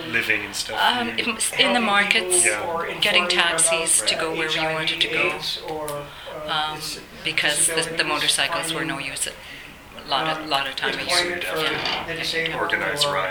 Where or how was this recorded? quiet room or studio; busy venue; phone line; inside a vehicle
busy venue